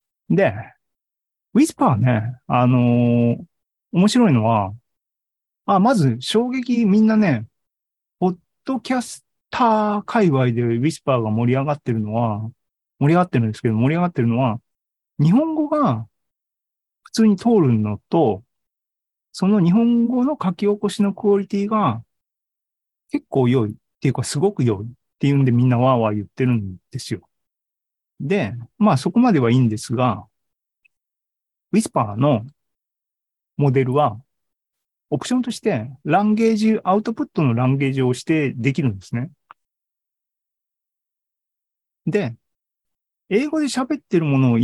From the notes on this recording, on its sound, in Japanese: シーズン３７は２０２３年１月２５日に開催した ZOOMライブの模様です。